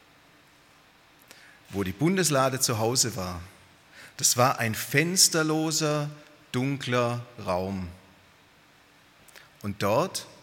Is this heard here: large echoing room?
yes